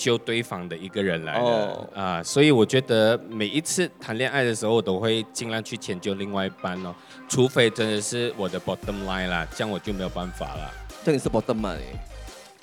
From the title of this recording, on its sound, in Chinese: 首次户外录音：彩虹节现场录制播客